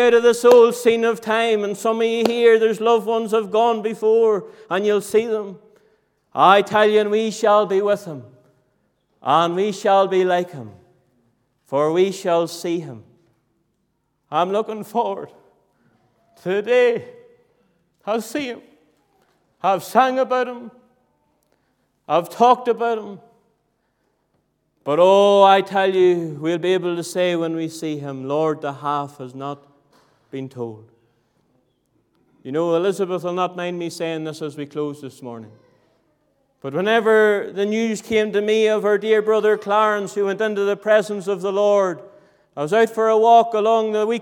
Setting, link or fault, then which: setting, large echoing room